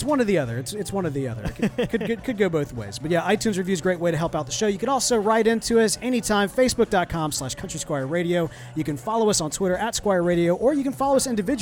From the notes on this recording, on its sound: This episode was broadcast live from The Cigar Factory in the New Orleans French Quarter!